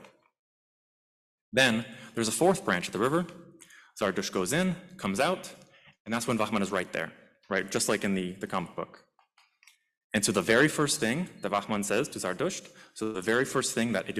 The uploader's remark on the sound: This lecture was part of the Zoroastrian Studies Symposium. Which took place at U of T.